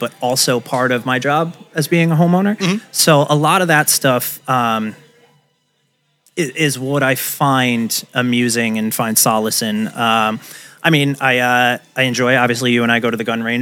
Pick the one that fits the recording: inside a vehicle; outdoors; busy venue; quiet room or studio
busy venue